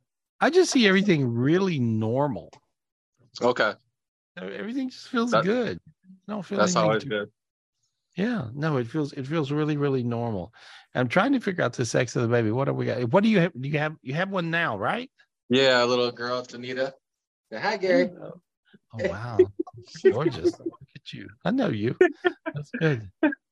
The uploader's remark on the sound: Weekly Zoom Podcast in Audio format. This was recorded LIVE on Zoom.